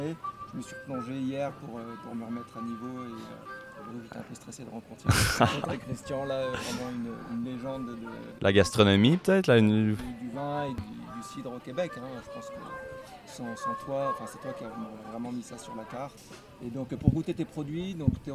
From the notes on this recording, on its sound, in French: Au Pop Up des Fermes et Restos. Les épisodes ont été enregistrés en direct pour vous faire revivre cette belle journée.